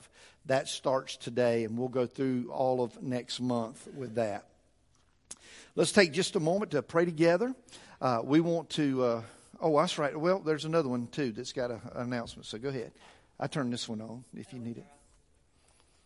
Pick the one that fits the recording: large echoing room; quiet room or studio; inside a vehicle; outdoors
large echoing room